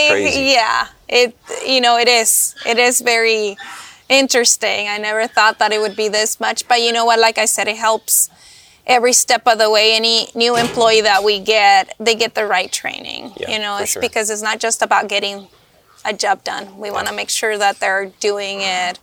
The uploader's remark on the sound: We visit the farm and learn how she raises cows, producing milk to make artisanal cheeses at Golden Glen Creamery, just a stone's throw from shores of Puget Sound.